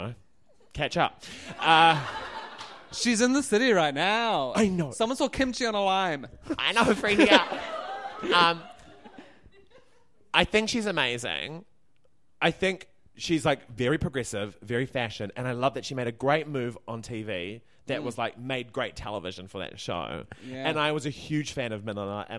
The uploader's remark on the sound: LIVE from Auckland’s Basement Theatre in front of a sold-out audience.